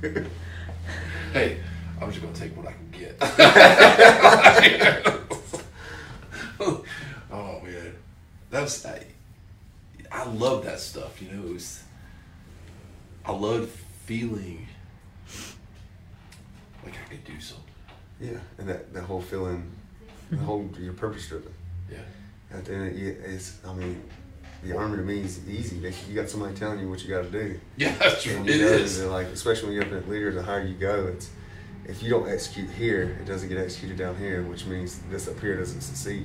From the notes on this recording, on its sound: Recorded in South Carolina at Siren's Cove Tattoo.